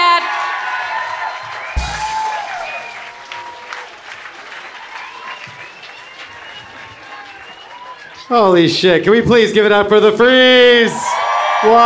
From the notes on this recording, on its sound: Live in Oakland. With this special surprise episode, immerse yourself in a recent Mortified Live event from Oakland, CA. The recording is only minimally edited to maximize the feeling of being at a live show inside your headphones.